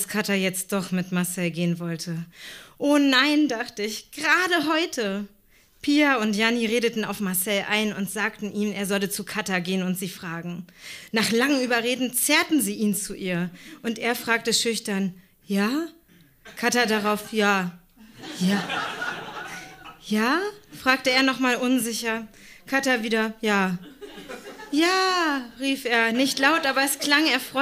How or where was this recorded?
live audience